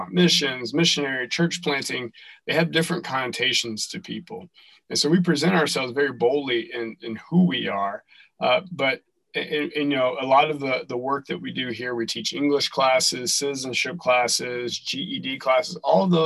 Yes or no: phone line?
no